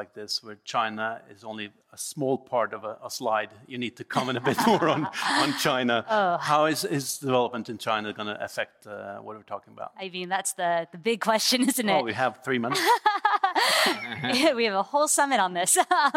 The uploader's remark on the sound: This episode is a live recording from the annual Statkraft conference in Oslo in June 2023.